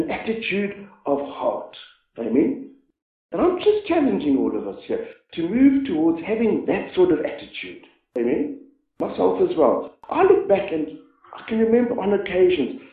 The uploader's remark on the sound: This message was preached about seven years ago when our church met in the chapel.